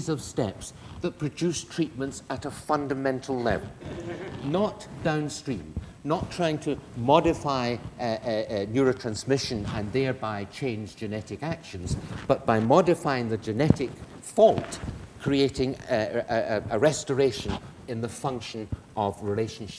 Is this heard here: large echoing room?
yes